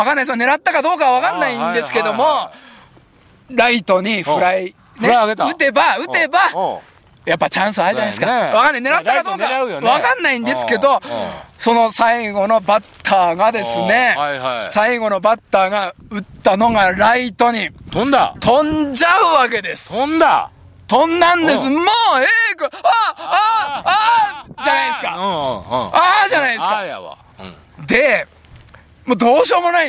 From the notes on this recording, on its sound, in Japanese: 長野県ビーナスラインの霧ヶ峰高原にて。バイクツーリングをして青空対談収録を開催いたしました。